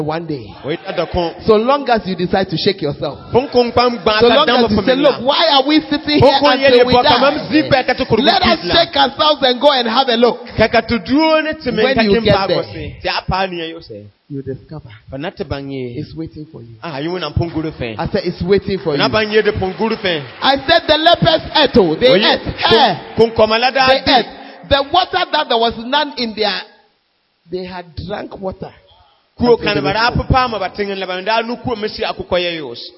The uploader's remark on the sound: Preached at LCI Jesus the Truth Cathedral, Bawku.